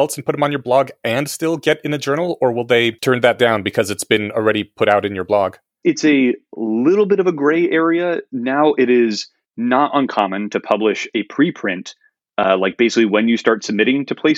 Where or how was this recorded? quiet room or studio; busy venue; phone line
quiet room or studio